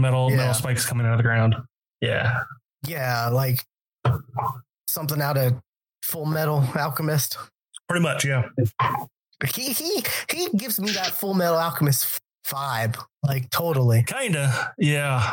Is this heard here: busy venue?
no